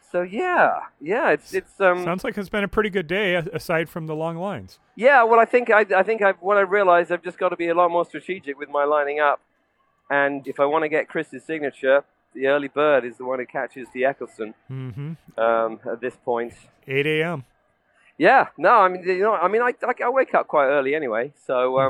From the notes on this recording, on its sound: Gallifrey One 31 - Day 1. Is in Los Angeles attending the 31st Gallifrey One Convention. Calling in live from the convention food court.